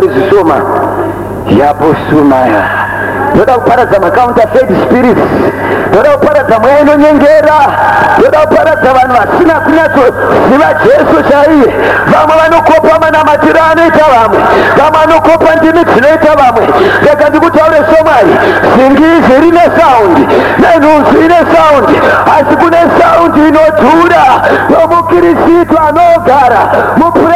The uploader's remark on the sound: Here is a service recorded at an Alnight Prayer event in Zimbabwe.